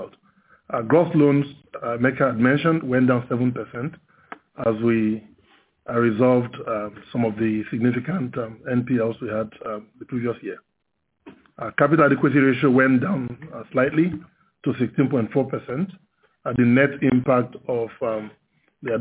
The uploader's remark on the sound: FY 2018 Investor and Analyst Conference Call by Union Bank.